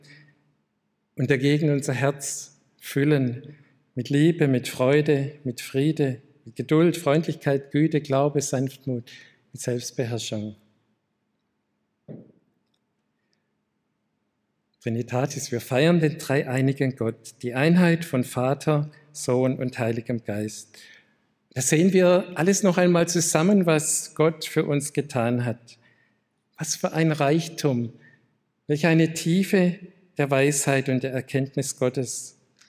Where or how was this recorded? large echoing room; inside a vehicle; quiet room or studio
large echoing room